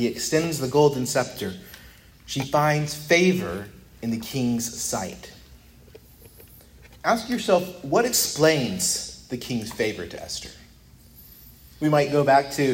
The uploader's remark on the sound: preached at Christ Our Savior Baptist Church